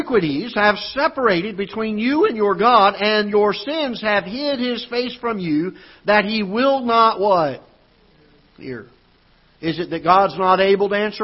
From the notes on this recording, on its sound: Ketha Heights Baptist Church ~ Live Broadcast.